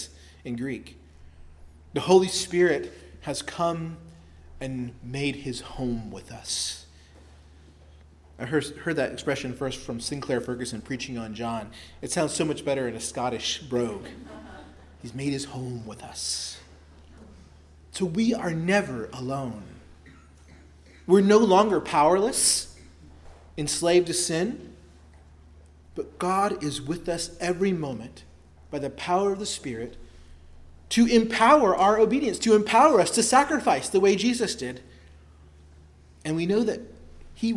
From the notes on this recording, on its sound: preached at Christ Our Savior Baptist Church on Sunday, December 24, 2023